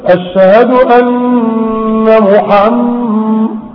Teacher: الميم اللي قبل الدال مشددة، تاخد حركتين